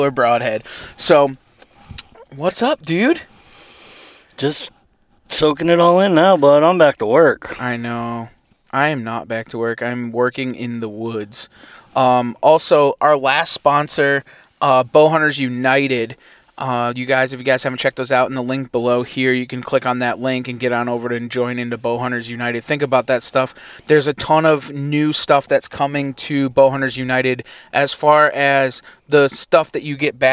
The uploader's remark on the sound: doing some scouting from the truck